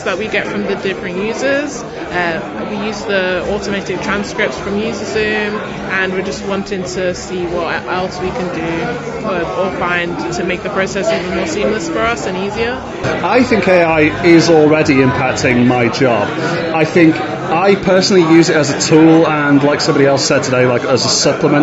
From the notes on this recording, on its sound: This is the final episode in a three part mini-series about the Lion+Mason event at the Leeds Digital Festival 2023. Recorded on the day, you'll hear from a variety of event attendees as they they reflect on what they learned from the sessions.